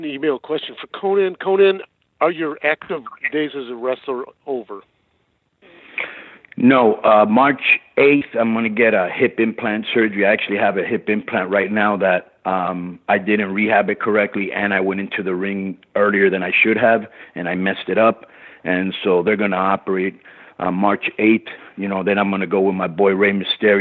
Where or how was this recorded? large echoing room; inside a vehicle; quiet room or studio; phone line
phone line